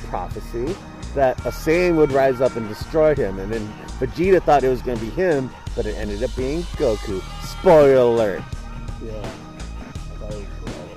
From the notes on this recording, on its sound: audio is iffy cuz we recorded this at the park.